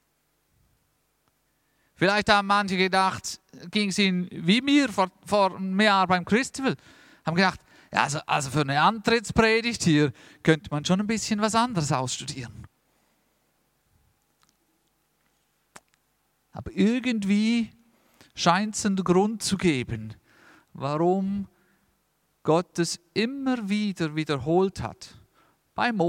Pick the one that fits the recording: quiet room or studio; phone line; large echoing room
large echoing room